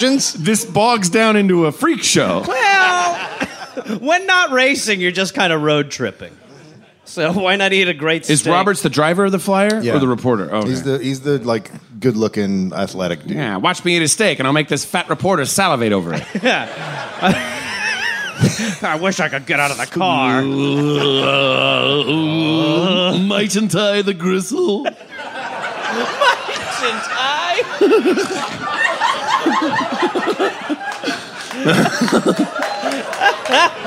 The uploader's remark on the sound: Recorded live at SXSW.